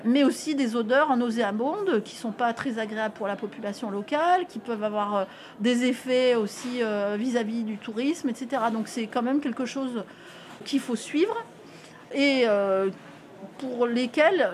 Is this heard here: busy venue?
yes